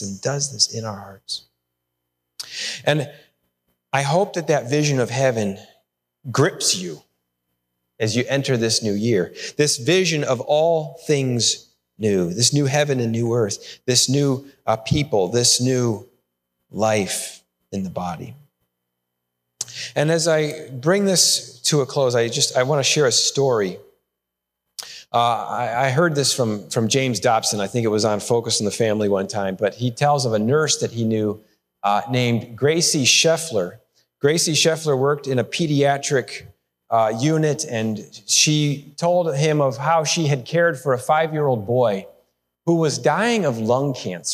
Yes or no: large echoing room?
yes